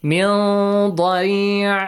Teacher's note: The noon sound is still there, but we hide it kind of · Term: ikhfa